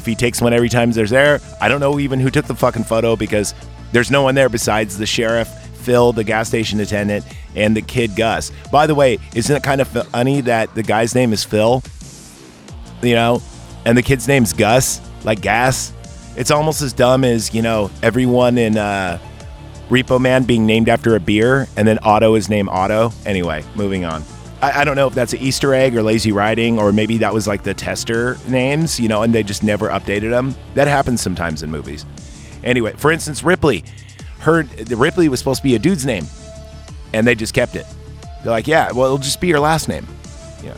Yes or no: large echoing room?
no